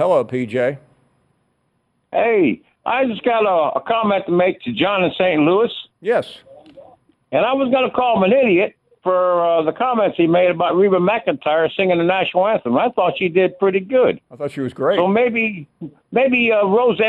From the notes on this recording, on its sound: Final hour of an interesting show and we wrap things up with nothing but your phone calls.